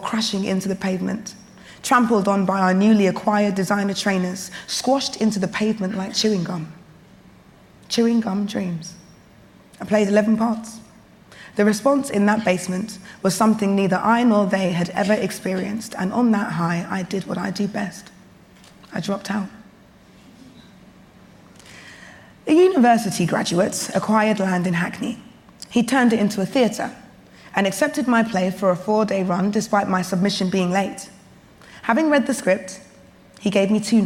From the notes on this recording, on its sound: We hear the full, unedited recording of this year’s MacTaggart Lecture, delivered at the Edinburgh International TV Festival. Thank you to the Edinburgh International Television Festival for sharing this audio with our listeners.